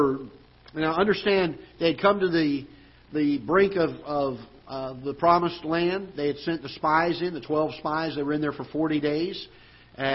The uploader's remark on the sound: Ketha Heights Baptist Church ~ Live Broadcast.